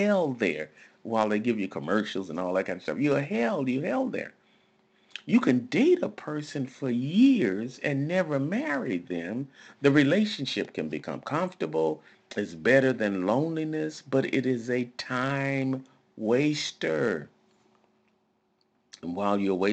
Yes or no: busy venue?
no